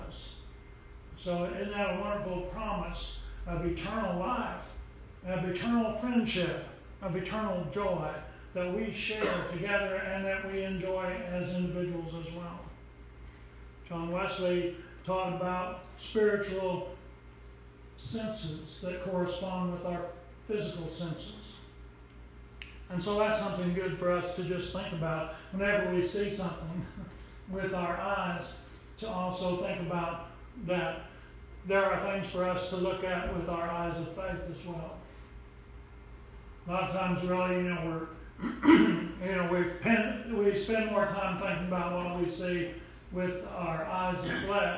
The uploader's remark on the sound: Preached at Briensburg UMC